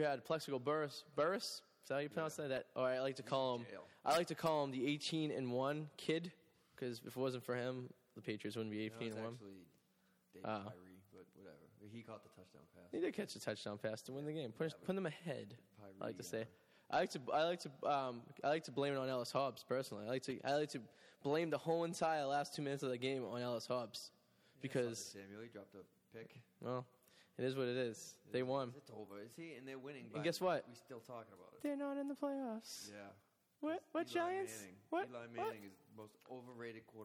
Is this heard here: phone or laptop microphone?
no